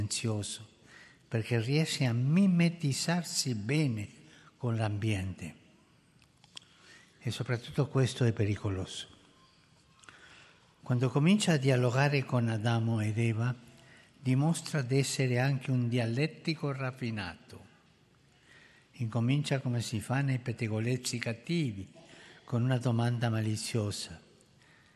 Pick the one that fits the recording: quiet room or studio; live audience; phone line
live audience